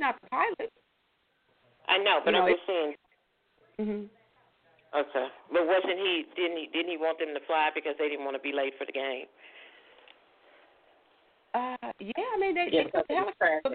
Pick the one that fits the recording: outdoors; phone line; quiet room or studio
phone line